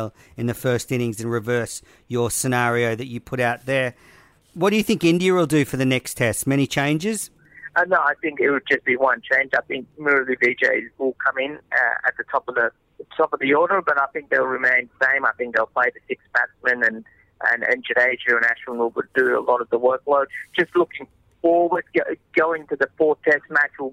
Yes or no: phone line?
yes